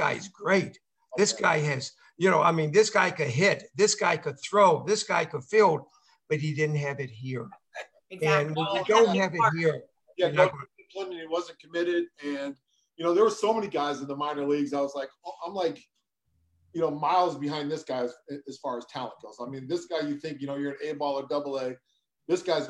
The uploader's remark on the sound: Live zoom conversation with former players announcers media and many more.